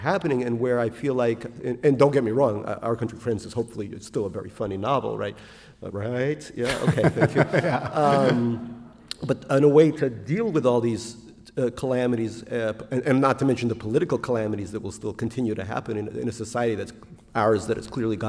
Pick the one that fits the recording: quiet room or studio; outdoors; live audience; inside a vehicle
live audience